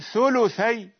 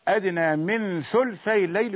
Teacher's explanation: هشام قرأ أدنى من ثلثي الليل والباقون ثلثي بضم اللام، لكنه يقرأ أدنى من ثلثي الليل بالسكون